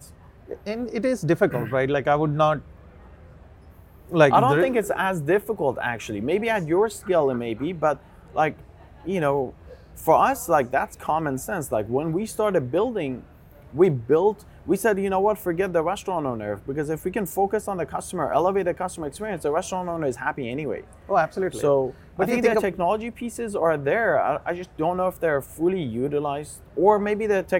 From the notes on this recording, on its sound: This podcast was recorded live at the FSTEC 2023 in Dallas.